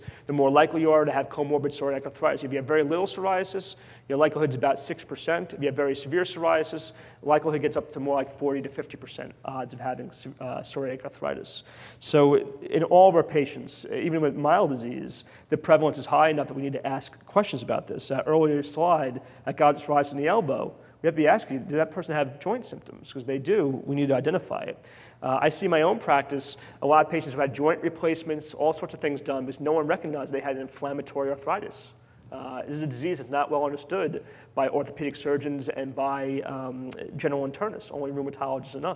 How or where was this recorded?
live audience